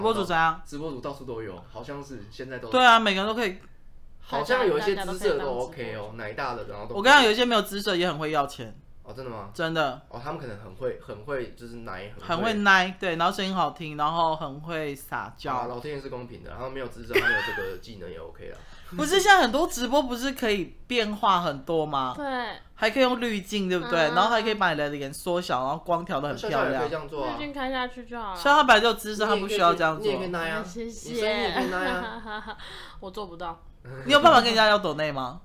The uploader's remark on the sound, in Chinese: 收音最近都有忽遠忽近的問題